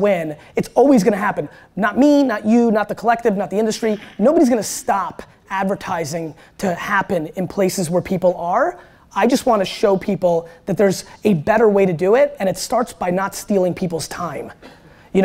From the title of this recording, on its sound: SXSW Keynote 2016